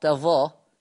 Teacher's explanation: كلمة تظاهرون ده لحفص، يقرأ حفص بفتح التاء والظاء تظا، خلاص بس بيخفف الظاء حفص.